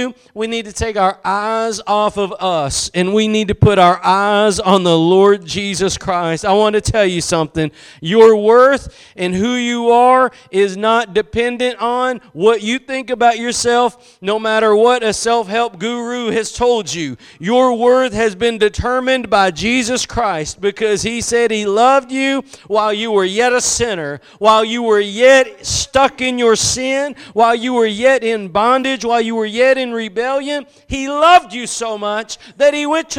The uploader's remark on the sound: Preached at Gospel Lighthouse in Bossier City, La.